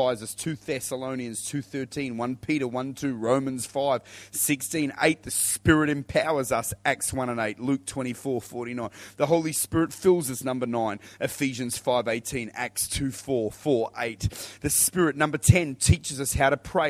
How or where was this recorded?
large echoing room